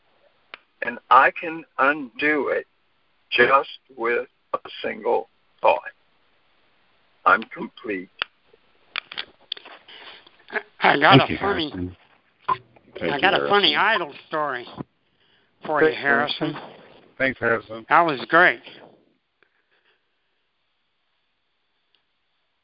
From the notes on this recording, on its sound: ACIM Daily TEXT Conference Call